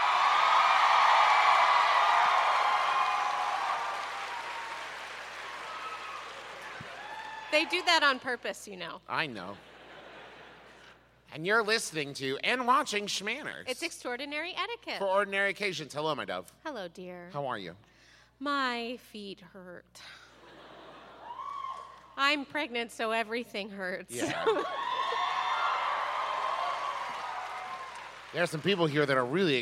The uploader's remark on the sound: Was recorded LIVE in Pittsburg!